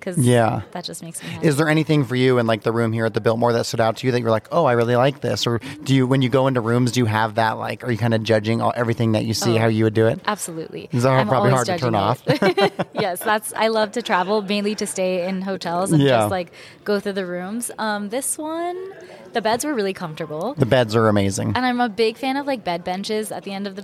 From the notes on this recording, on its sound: Today, broadcasting live from the prestigious Arizona Biltmore, a Waldorf Astoria property, during BITAC Purchasing and Design 2023.